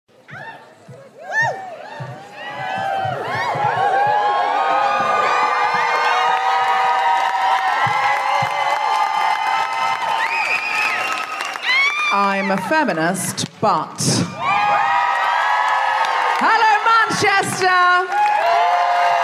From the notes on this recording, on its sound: Live from the Lowry in Salford. Recorded 17 June at The Lowry, Salford.